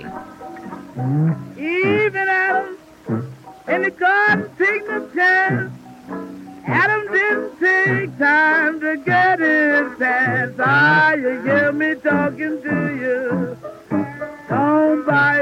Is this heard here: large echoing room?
no